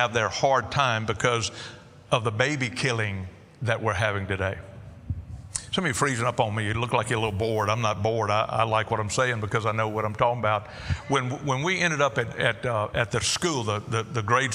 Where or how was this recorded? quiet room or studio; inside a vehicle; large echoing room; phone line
large echoing room